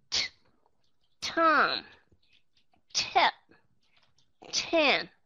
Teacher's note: ở trong chữ âm T, các bạn sẽ bật hơi ra bằng cách này. · Term: aspirated t